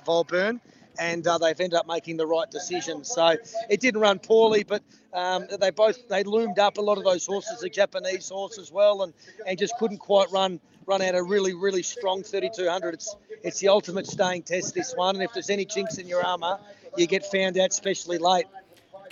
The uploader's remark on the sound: Live from Flemington. Post Melbourne Cup to get the immediate reaction from the big race.